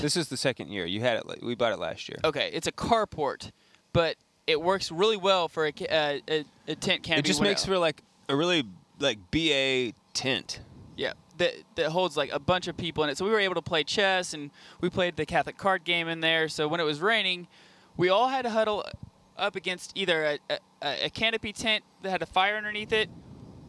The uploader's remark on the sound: Live from The Catholic Man Show Campout at Clear Creek Abbey